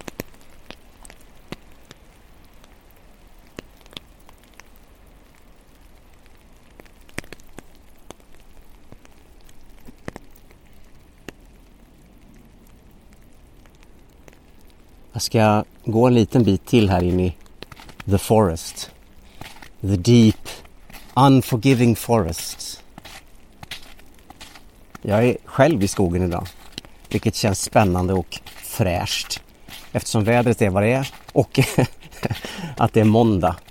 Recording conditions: outdoors